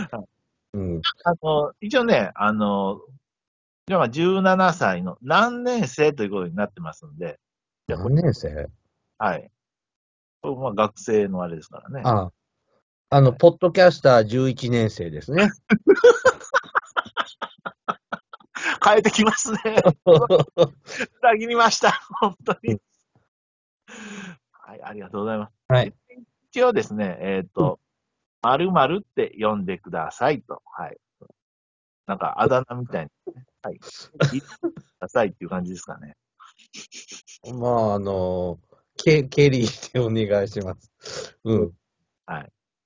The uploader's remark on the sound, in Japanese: Skypeで収録しました。プチプチ音が途切れる箇所もちらほら。ズーム収録のつもりがSkypeになり。